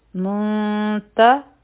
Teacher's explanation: مخکی چونکې تا ده نو دلته به لایټ اخفا به کوو نری اخفا